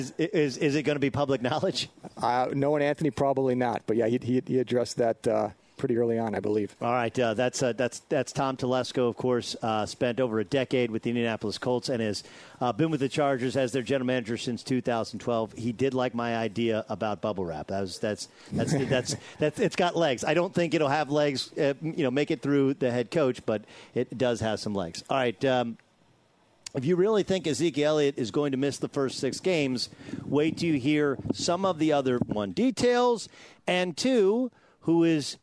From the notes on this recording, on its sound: broadcasts live from Los Angeles Chargers training camp